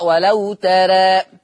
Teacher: تقرأ ولو ترى مقللة خلاص عند الوقف